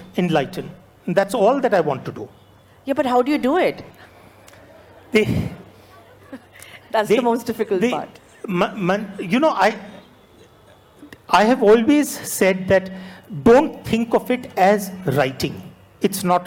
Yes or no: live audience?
yes